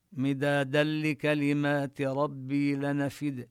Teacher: لو كان البحر مدادا لكلمات، مدادا لكلمات ندغم التنوين، النون التي في التنوين هذه النون الساكنة ندغمها في اللام فنشدد اللام بدون غنة زائد، بدون غنة أبدا، لأنه لا يوجد حينما دخلت النون في اللام دخولا كاملا نلفظ اللام واللام ليس فيها غنة.